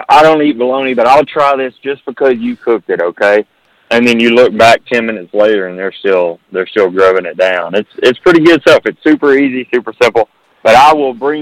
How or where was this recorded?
phone line